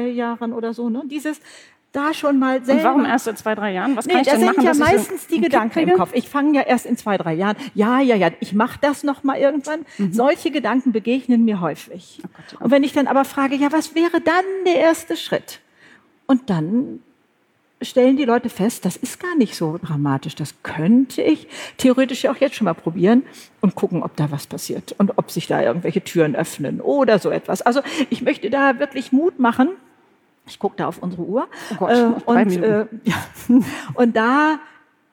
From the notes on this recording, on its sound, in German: Live vor Publikum! Live-Podcast vom BRIGITTE Academy Job-Symposium. Beim großen BRIGITTE Academy Job-Symposium im September 2019 in Mainz war es so weit.